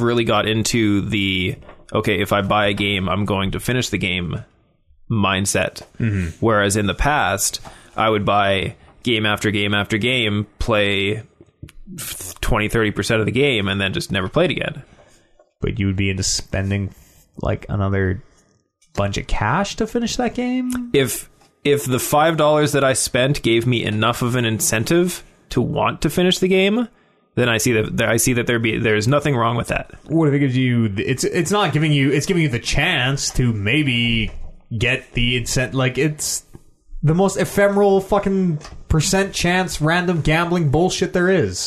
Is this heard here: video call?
no